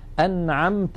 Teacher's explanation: أنعمت، هذه الكلمة فيها مثالان، النون ظاهرة عند العين والميم ظاهرة عند التاء · Term: الإظهار